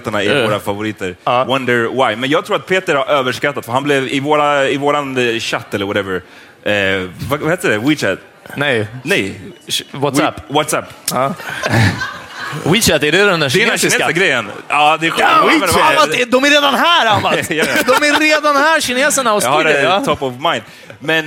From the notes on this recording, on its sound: Live at Poddfest 2019. Detta är vårt liveavsnitt från Sveriges Radios Poddfest på Fotografiska.